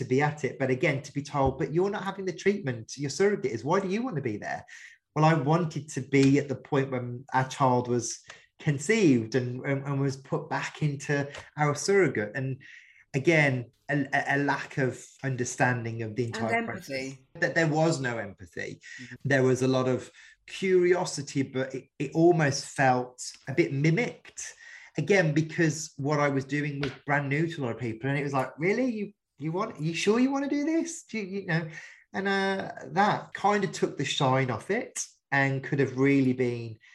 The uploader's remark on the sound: one of our original zoom conversations broadcast in 2022